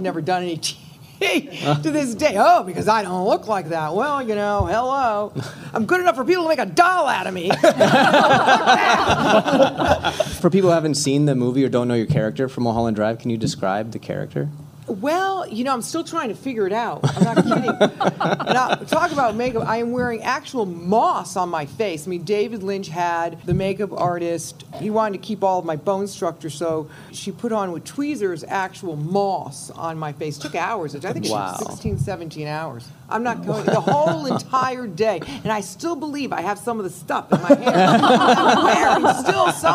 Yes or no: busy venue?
yes